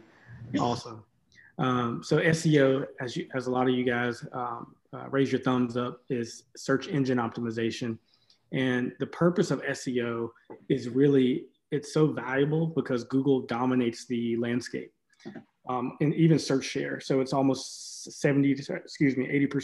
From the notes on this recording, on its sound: on a Zoom meeting with several Davidson College students